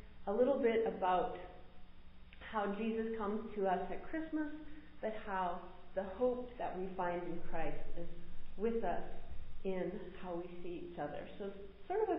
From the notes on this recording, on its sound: Recorded at MPPC on Sunday, December 4, 2022